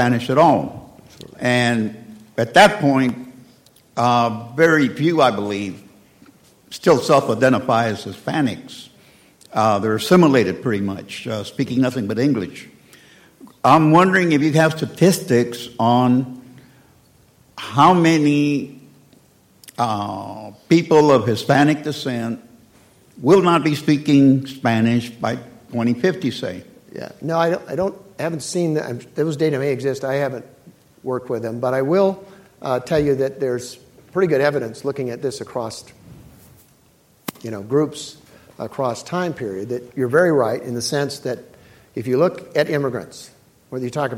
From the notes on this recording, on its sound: keynote speech of The Texas Tribune Festival